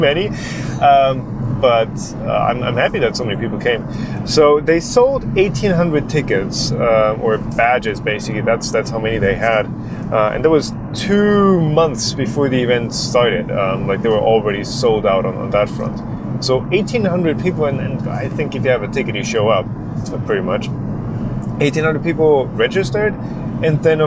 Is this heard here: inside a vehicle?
yes